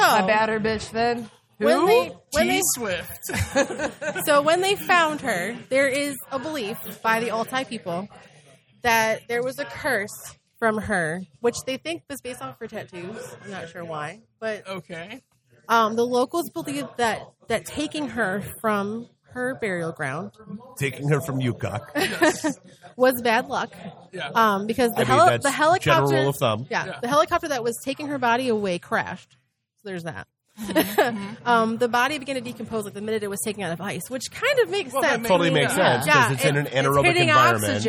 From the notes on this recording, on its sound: Recorded live at Old Shillelagh in Detroit during our 3 year anniversary celebration.